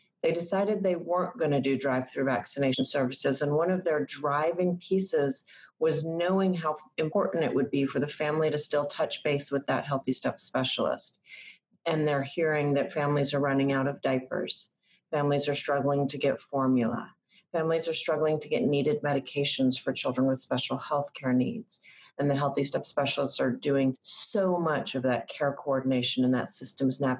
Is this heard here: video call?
yes